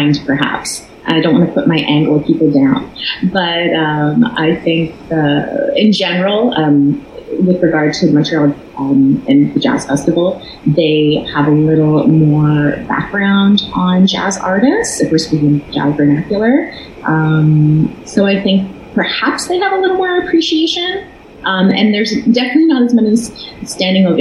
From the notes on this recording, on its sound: this week via ZOOM on Beach Corner – Beach BOOSTER Radio